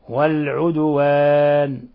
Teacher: إذن تظاهرون عليهم بالإثم والعدوان، لاحظوا الدال كيف ساكنة، لفظ العدوان لابد أن نقلقل الدال